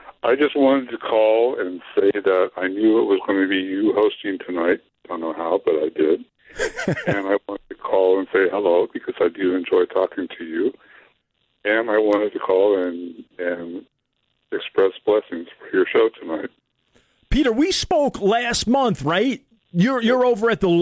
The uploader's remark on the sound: calls from KFBK listeners